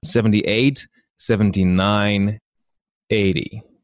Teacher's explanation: So we have a downward slope in the melody. And the speed is slowing down towards the end, after which word there will be a pause.